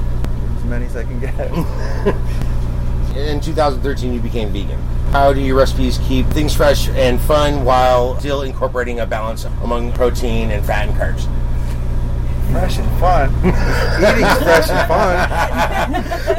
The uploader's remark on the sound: The bus was running the whole time which accounts for that humming background noise. No amount of filters could completely remove it without making the recording sound tinny and less audible.